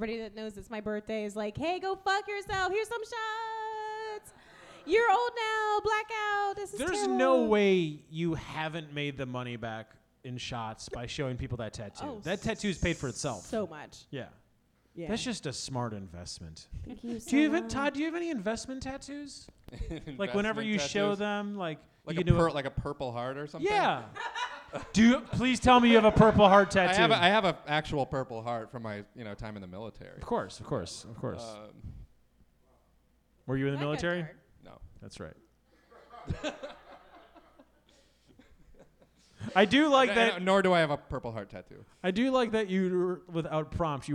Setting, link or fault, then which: setting, live audience